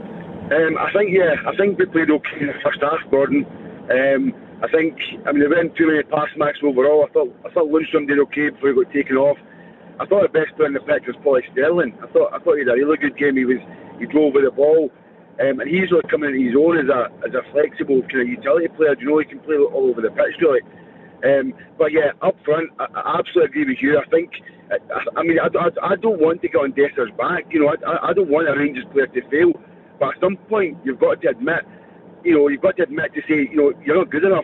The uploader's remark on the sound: Clyde 1 Superscoreboard. We open the phone lines to get all your reaction.